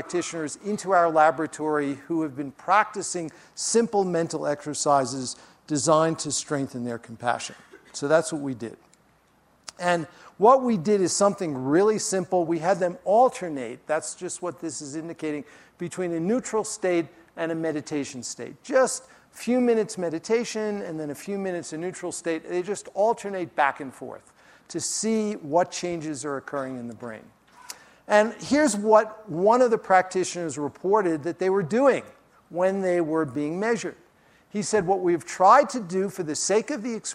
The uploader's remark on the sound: during his talk at the Festival